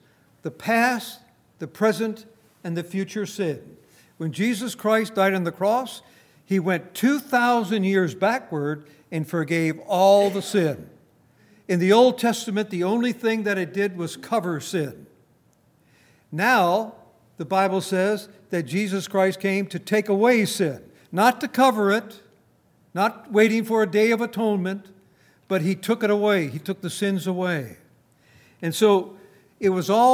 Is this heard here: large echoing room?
yes